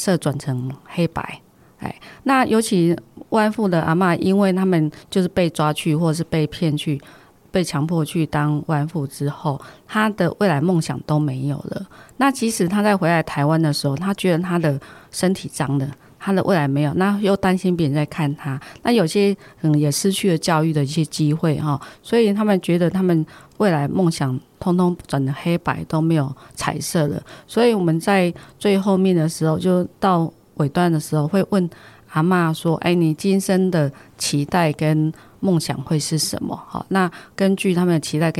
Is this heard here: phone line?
no